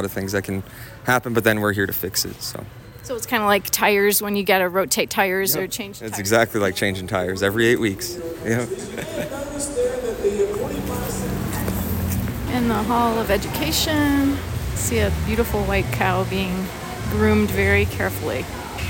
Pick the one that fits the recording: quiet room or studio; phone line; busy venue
busy venue